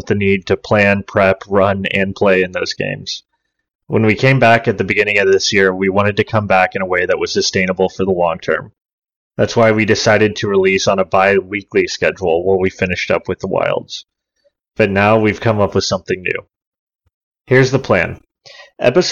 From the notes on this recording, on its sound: Please forgive the headset quality audio.